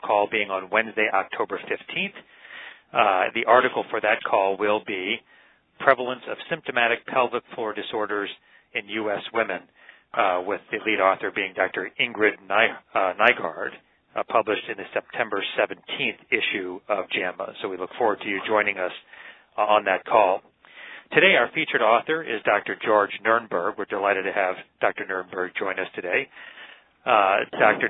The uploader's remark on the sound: Author in the Room® Teleconference